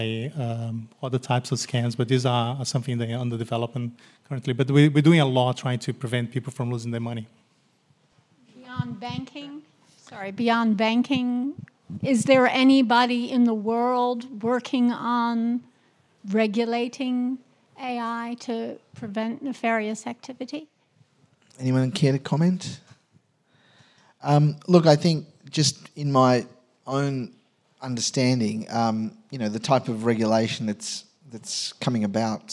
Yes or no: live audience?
yes